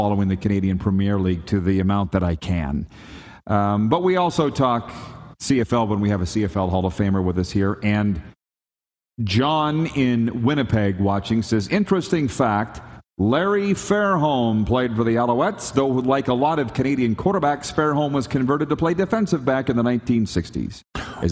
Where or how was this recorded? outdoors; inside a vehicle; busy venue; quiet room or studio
busy venue